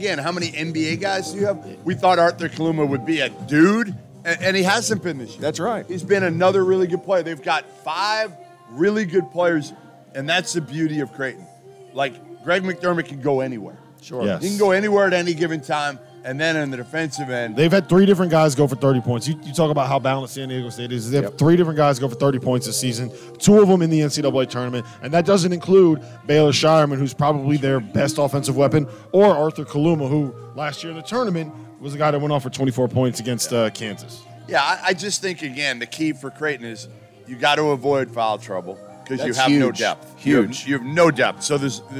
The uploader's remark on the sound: live from Stadium Swim in Las Vegas